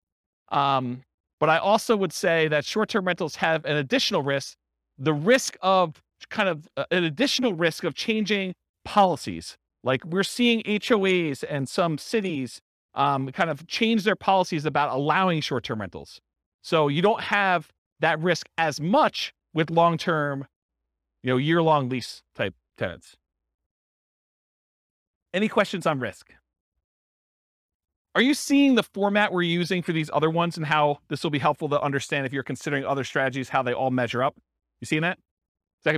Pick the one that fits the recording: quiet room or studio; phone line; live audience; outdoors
live audience